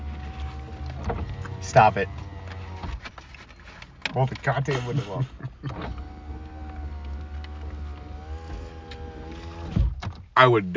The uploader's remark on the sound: Chatting in the Car